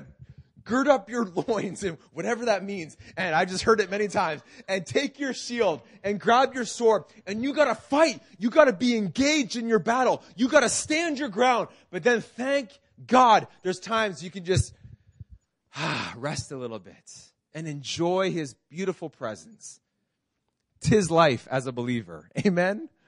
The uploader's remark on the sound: This message was preached in June 2019 at Freedom Life Church in Kitchener Ontario